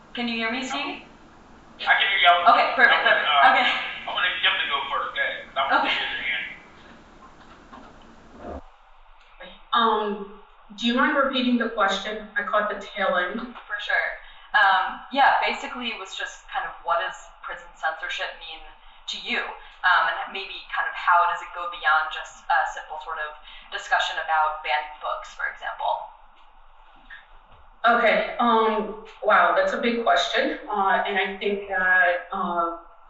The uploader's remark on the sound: session recorded at Socialism 2022